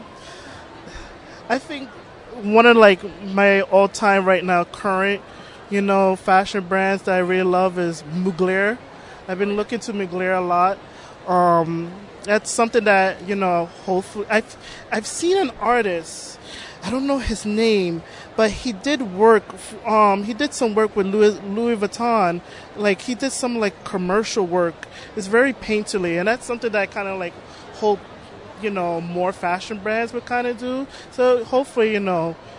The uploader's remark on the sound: recorded at Toronto Comicon